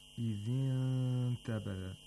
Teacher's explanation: In the word إِنْ تَبَذَتْ، we have a nun sakina followed by the letter ta, and ta is a letter of ikhfa, so ikhfa takes place, and you have to approximate the place of articulation of ta, and at the same time make a nasal sound for two vowel counts